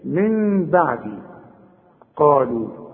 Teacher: القاف دي اعلى درجات التفخيم اللي بعدها الف، قالوا ورقق قوي اللام اللي بعدها قالوا.